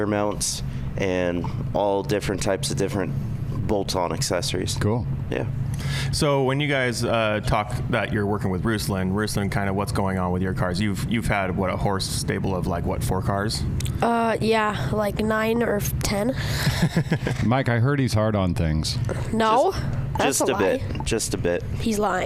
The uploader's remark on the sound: we are live in the Offroad Syndicate trailer at UTV Takeover Coos Bay, OR